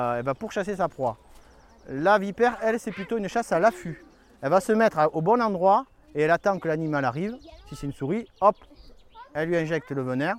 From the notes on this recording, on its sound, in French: Lâchez-les au pied d'un sentier de randonnée qui permet de découvrir les merveilles du site préservé de Laouadie. Bientôt le bruit des moteurs laisse place au sifflement des filets à papillon, les yeux baissés se lèvent vers les arbres et arbustes, les mains se lâchent et se tendent vers la faune qui s'éveille, les murmures font place aux cris de surprise et d'émerveillement. Une balade en pleine nature avec des enfants merveilleusement éveillés.